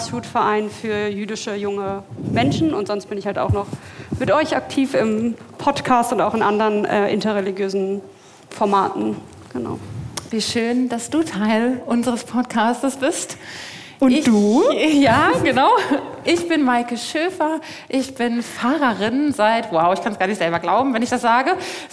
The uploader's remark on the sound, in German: Live auf dem Kirchentag in Nürnberg. Diese Folge ist live auf dem Kirchentag aufgenommen. Unsere erste Sendung mit Publikum!